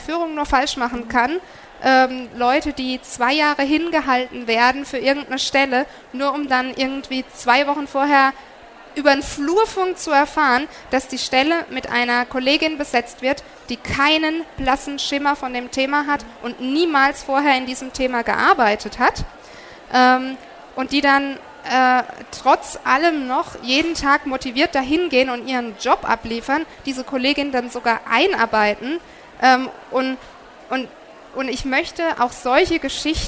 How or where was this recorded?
busy venue